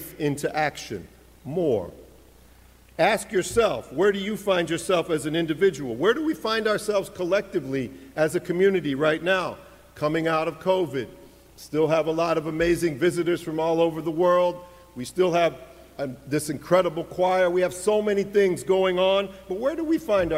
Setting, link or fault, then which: setting, large echoing room